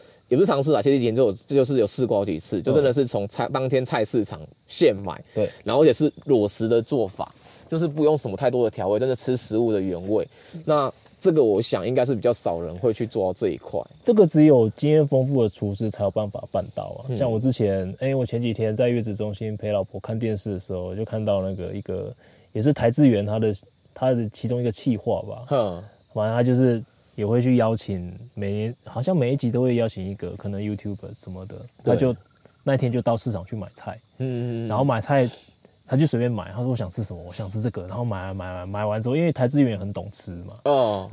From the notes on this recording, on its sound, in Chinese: 我們現在錄音的地點，就是在新竹五峰鄉的羅山林道。本集節目是在野外錄音，所以收音品質並不是這麼理想，可能還會聽到些許山林中的蟲鳴鳥叫，還請您多多包涵。